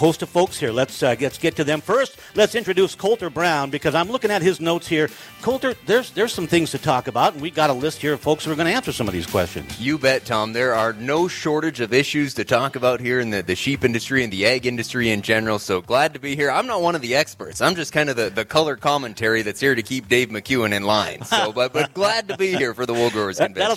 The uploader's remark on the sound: Live from the 140th Annual Meeting of the Montana Wool Growers Association